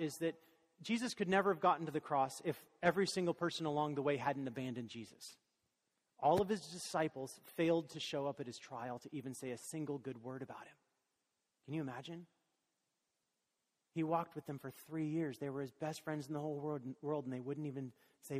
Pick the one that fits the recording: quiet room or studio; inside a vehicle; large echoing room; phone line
large echoing room